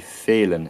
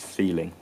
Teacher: in unstressed syllables in Shakespeare's time, like words ending with ing, the ng sound was fronted and becomes n · Shown in: first take · So in or un.